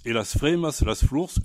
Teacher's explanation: nous gardons les consonnes finales, loup, nous gardons le S final